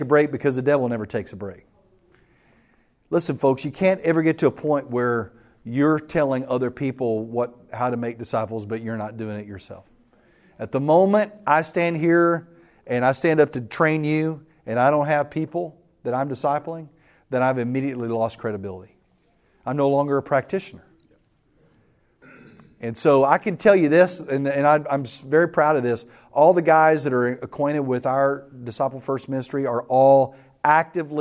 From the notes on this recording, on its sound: The following audio comes from the National Disciple Making Forum by Discipleship.org. An organization called discipleFIRST hosted a track called "Invest in a Few: How to Raise Up Reproducing Disciple Makers." That’s where audio for today’s episode was recorded.